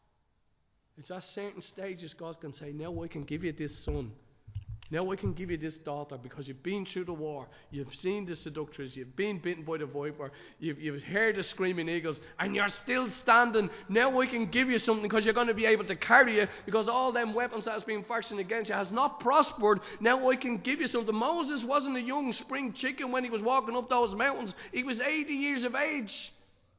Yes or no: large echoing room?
yes